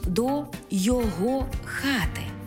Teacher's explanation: займенник зберігає свій наголос на другому складі, навіть якщо й прийменник присутній